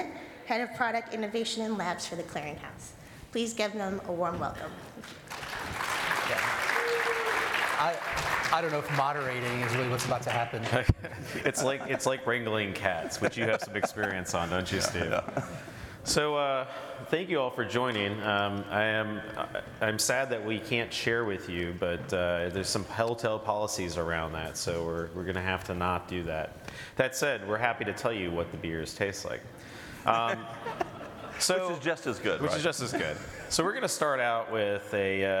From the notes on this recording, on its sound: Recorded at ePayResources' ePayConnect 2023 in Orlando, Florida